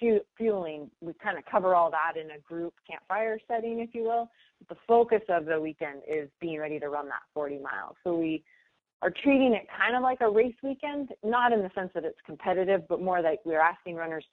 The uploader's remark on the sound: Was kind enough (and patient enough) to join us for a podcast over the phone.